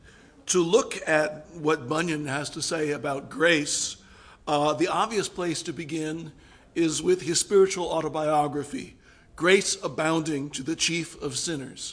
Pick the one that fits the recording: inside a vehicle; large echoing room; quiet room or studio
large echoing room